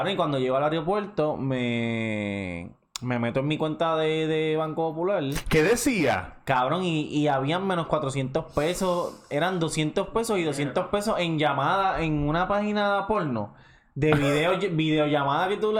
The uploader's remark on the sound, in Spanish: (audio distorsionado). Por problemas técnicos el audio se escucha un poco distorcionado.